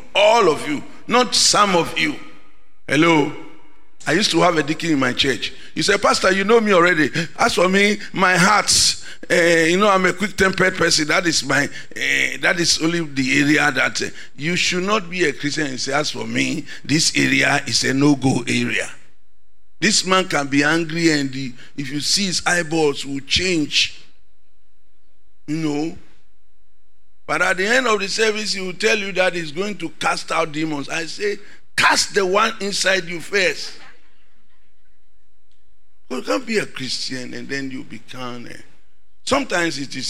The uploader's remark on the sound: Sermon preached at CBC Shiashie Campus